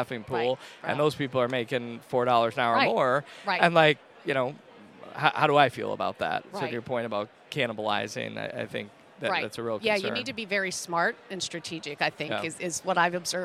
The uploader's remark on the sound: NIC Chats Podcast On the Road. Broadcast live from the 2023 NIC Fall Conference in Chicago.